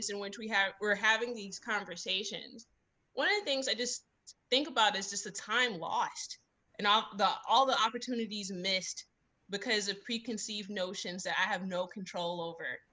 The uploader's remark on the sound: Recorded at one of our online music tech meetups